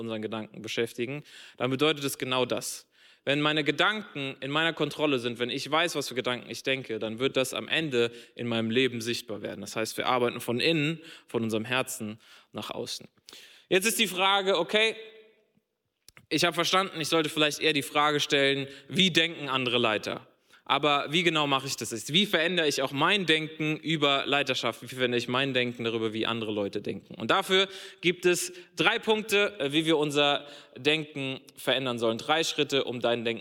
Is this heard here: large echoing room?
yes